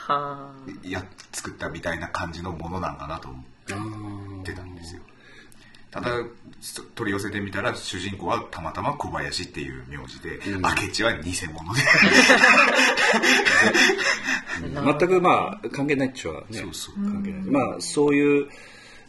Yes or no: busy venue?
no